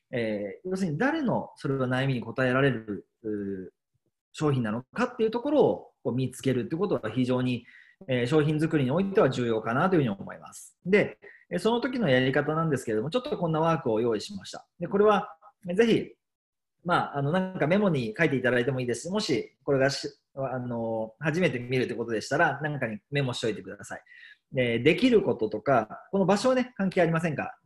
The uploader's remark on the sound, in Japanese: Zoomセミナー。